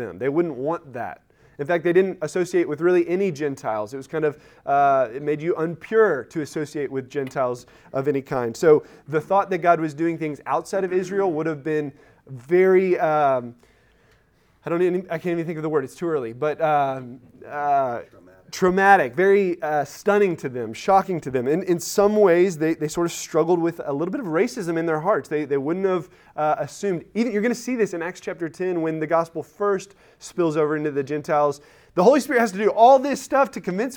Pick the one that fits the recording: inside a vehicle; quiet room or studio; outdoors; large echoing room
large echoing room